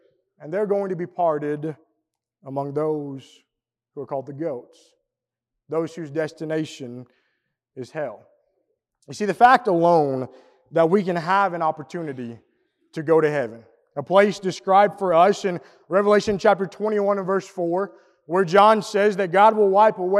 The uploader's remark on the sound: Preached at the East Hill Church of Christ in Pulaski, TN